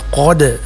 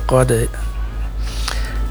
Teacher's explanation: Kemudian ayat ke-13-nya ada qalqalah pada kata qad kana lakum, huruf dal qalqalah, qalqalah sughra ya. Jadi jangan terlalu besar · Shown in: second take · tidak boleh qad.